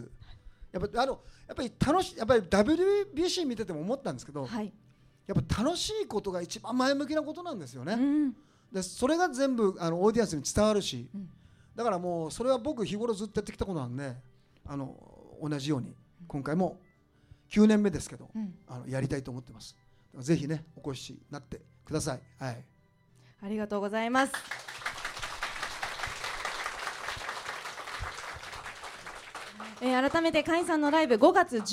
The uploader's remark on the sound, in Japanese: 公開収録が行われ。TOKAI RADIO「SUNDAY FUNDAY!」内で放送された。